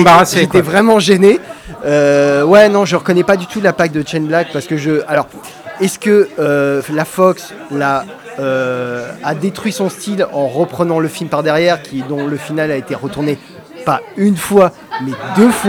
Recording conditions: busy venue